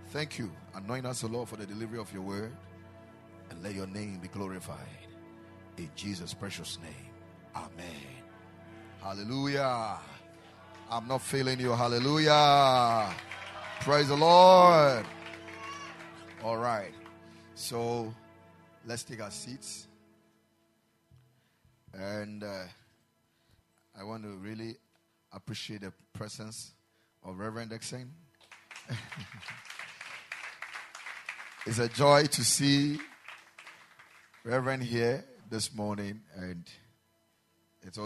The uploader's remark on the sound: Preached at the Ekklesia Chapel.